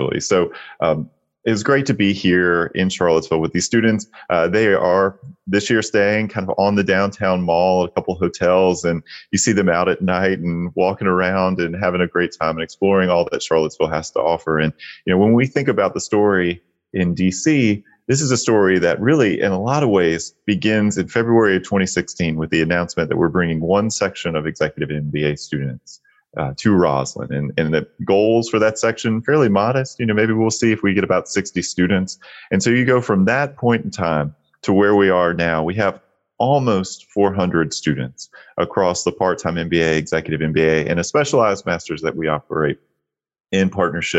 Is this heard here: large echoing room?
no